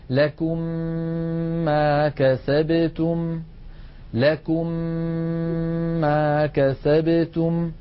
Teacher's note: ومن قواعد التجويد أن هذه الميم المشددة تحتاج إلى غنة طويلة، مثلا لكم ما كسبتم، لكم آخرها ميم ساكنة، ما كسبتم أولها ميم متحركة، ندغم الميم الأولى في الثانية فيصبحان ميما مشددة تنطبق عليهم الشفتان انطباقة واحدة، فنطبق على ميم ساكنة ونفتح الشفتين على ميم متحركة مع ملاحظة الغنة هكذا: لكم ما كسبتم، لكم ما كسبتم. · Term: الإدغام